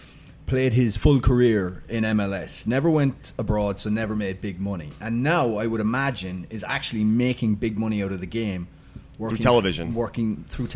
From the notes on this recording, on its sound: Join me live from Jack Demsey’s.